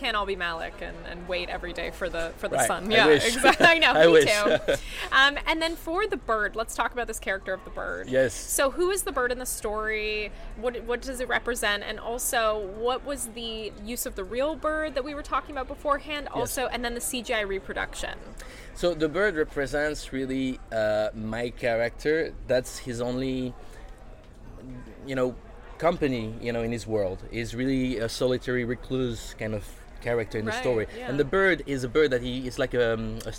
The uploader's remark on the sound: HollyShorts LIVE. We are live, on-location at the TCL Chinese Theatre for the 19th annual Oscar Qualifying HollyShorts Film Festival.